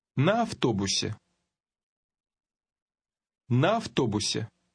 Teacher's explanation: how the «а» at the end of the first word combined with the «а» at the beginning of the second